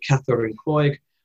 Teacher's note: In Irish, these continue to have a sort of K sound at the start